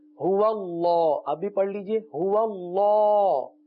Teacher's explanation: اللہ عز و جل کے لام کو پور پڑھیں گے